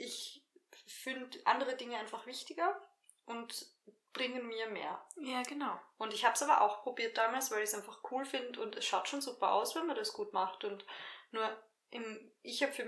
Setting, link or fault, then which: fault, poor sound quality